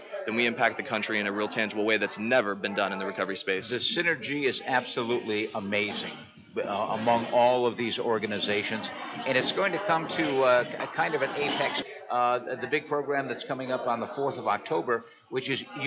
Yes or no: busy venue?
yes